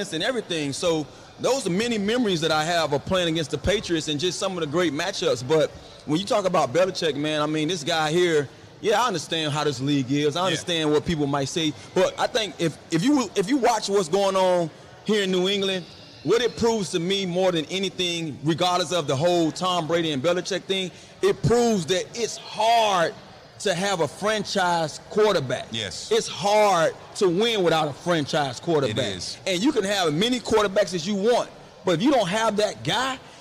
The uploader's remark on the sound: LIVE from the Commanders fan rally in Boston